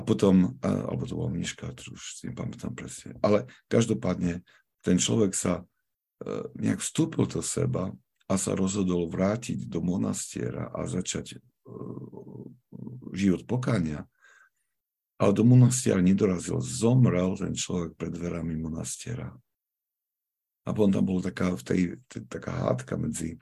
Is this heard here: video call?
yes